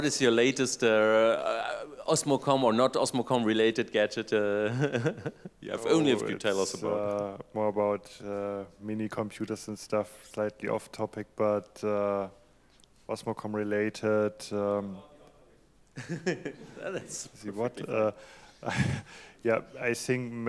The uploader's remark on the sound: Moderated panel discussion with Osmocom developers and public Q&A